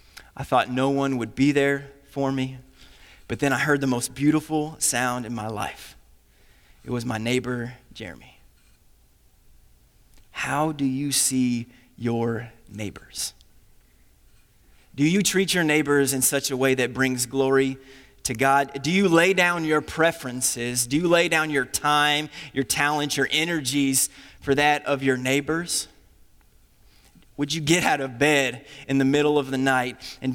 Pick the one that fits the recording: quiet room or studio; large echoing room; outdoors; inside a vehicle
large echoing room